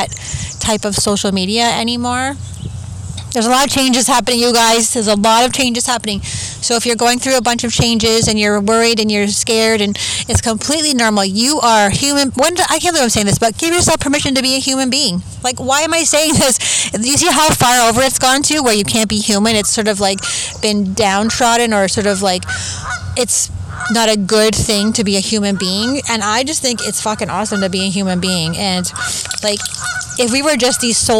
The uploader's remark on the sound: I recorded this on the beach (poor sound but please enjoy the sounds of the water and birds!)